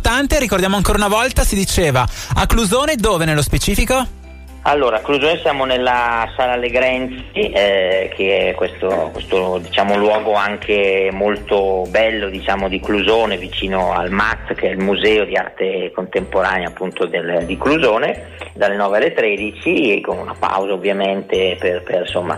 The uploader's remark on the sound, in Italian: Al telefono